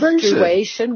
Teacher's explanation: Menstruation, we put in a W to join menstrue and Asian.